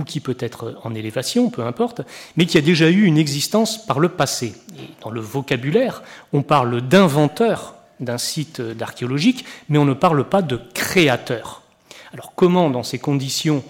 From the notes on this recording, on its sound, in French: Enregistrée le 14 octobre 2013 dans le cadre du colloque « L’archéologie en France et à l’étranger : acteurs et enjeux.